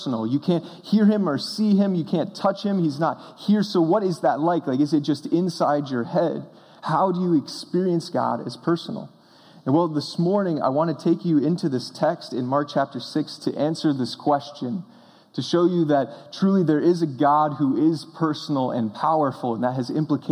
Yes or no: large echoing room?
yes